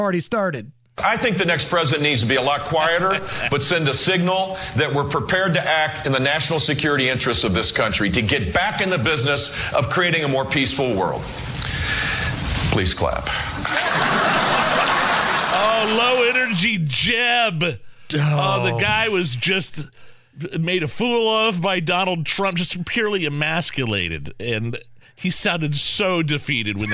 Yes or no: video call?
no